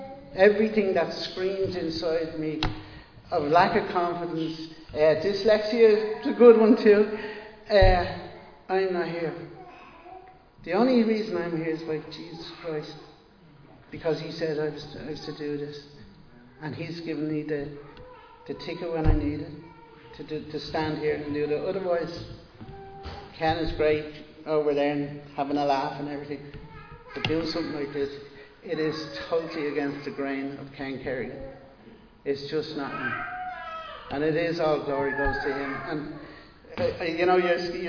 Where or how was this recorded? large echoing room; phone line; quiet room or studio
large echoing room